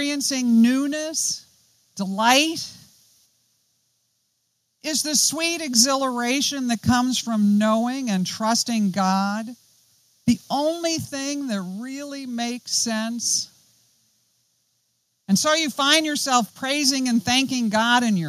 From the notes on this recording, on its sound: Join us as we study the Psalms this season at Trinity North Shore. Outdoors this Summer, outside the Retreat House. On the beautiful and scenic campus of Gordon Conwell Theological Seminary 130 Essex St, South Hamilton, MA 01982.